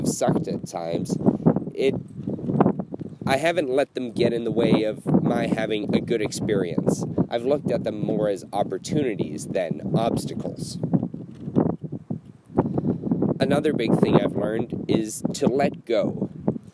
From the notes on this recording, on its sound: Recorded at the end of the Camino de Santiago in Finisterre, Spain.